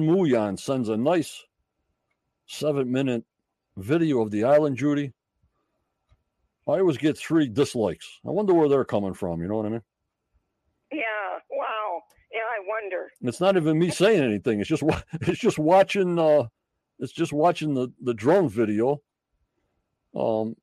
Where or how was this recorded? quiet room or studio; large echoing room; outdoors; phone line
phone line